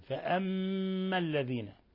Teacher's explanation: قوله فأما الذين، ميم مشددة تغن مقدار حركتين. ألاحظوا إطباق الشفتين، فأما الذين، الذين أيضا هنا لام قمرية.